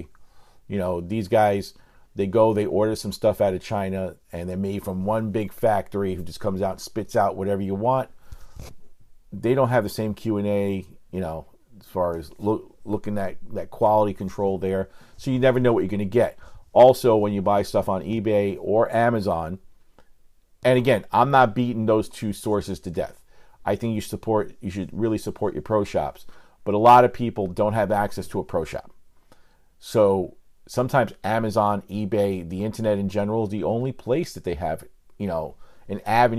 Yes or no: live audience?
no